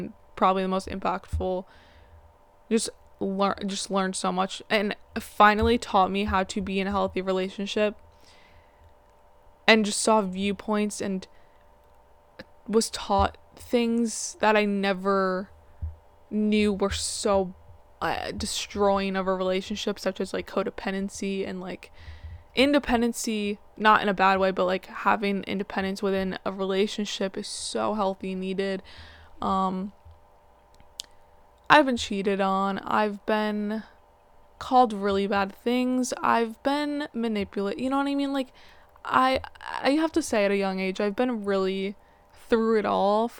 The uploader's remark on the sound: Apologies for the background noise and average audio, it will only get better.